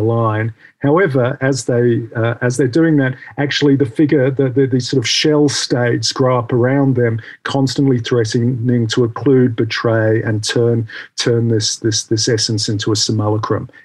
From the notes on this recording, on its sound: The seminar took place over Zoom